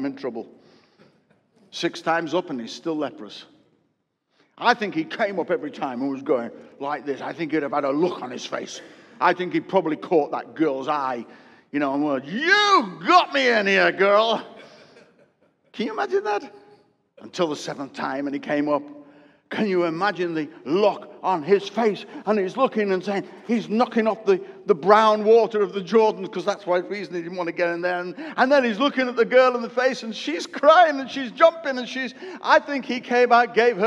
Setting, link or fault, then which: setting, large echoing room